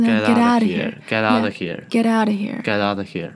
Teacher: 重点重音放在 out 上面。